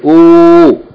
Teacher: it's twice as long as the normal short vowel dhamma · Term: long U